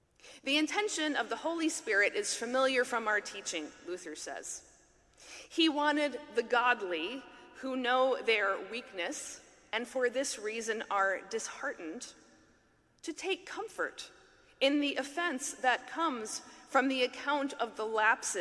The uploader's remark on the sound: talk at the 2023 Mockingbird conference in New York